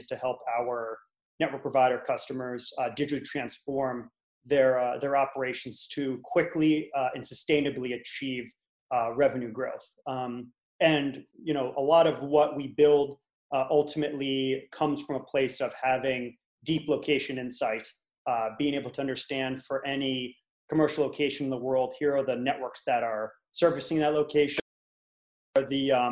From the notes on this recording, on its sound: Live from Virtual ITW 2020